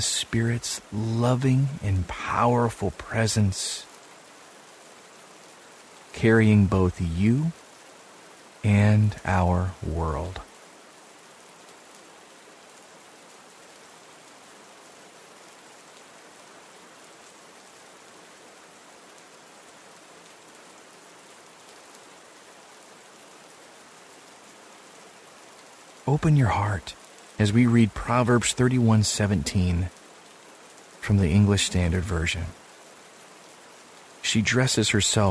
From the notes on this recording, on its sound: Relax to the sounds of rainfall.